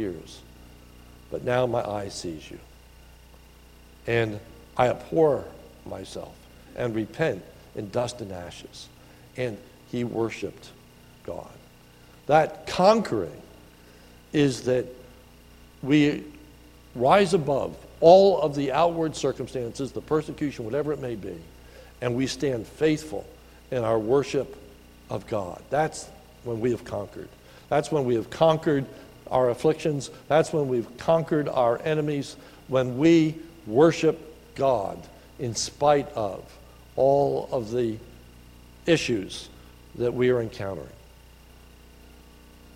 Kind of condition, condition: setting, large echoing room